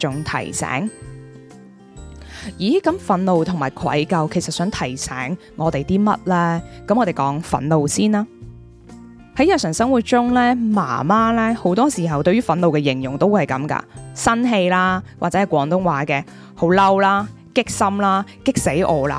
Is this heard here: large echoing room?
no